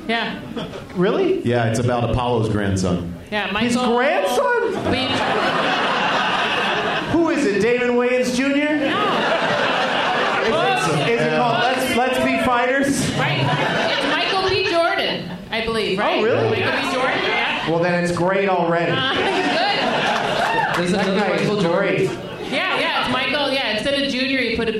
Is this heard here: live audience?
yes